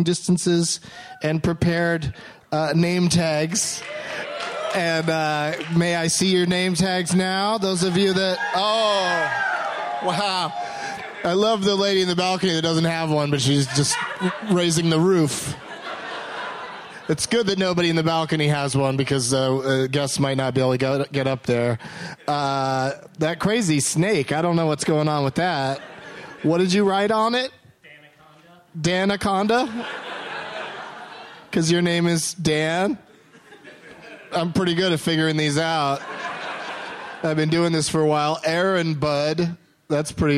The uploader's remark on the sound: Live from the Traverse City Film Festival